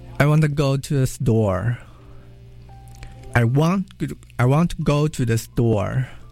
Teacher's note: only stresses want, go, and store. The other words get crushed together. It sounds like, I want to go to the store.